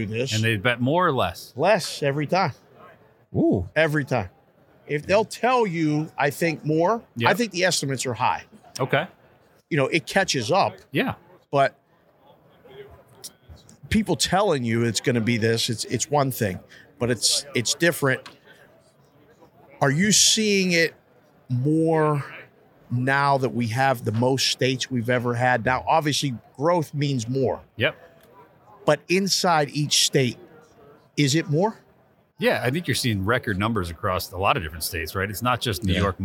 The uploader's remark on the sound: Super Bowl Radio Row. Live from Phoenix AZ for the Super Bowl.